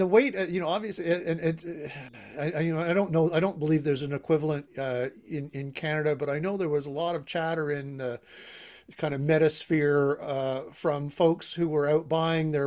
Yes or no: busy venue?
no